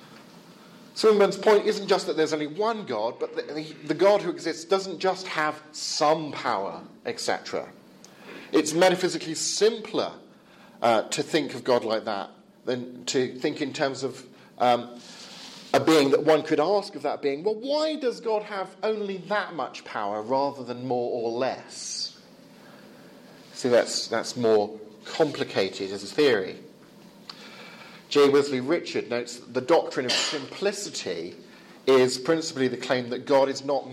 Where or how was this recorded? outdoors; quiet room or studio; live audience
live audience